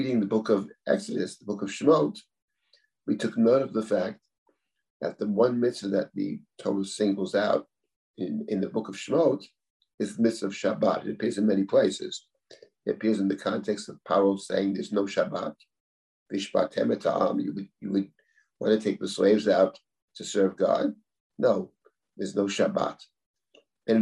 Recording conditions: video call